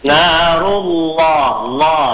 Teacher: cuma lamnya ditekuk sedikit lidahnya seperti ditebalkan gitu ya